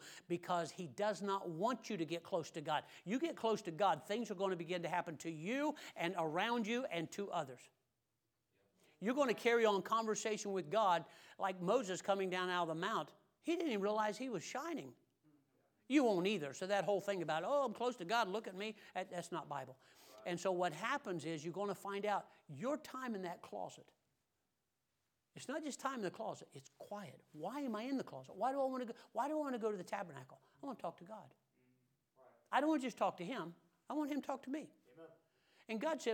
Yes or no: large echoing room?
yes